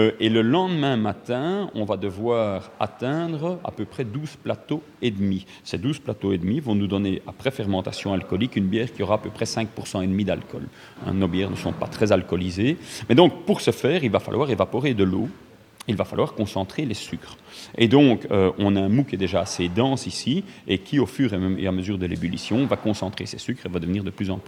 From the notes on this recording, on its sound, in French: en direct de la brasserie Cantillon à Anderlecht